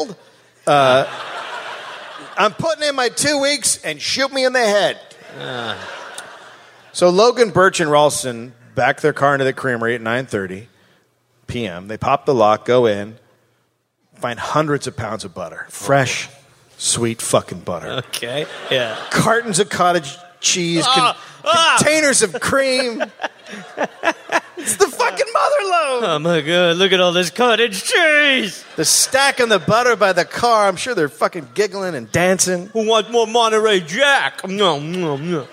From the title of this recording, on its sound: live in Seattle